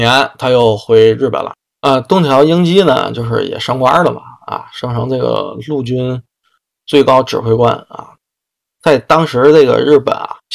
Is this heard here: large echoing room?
no